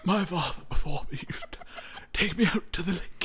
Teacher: Well, you know, my father before me would take me out to the lake and we would fish for hours. It's like very old and breathy.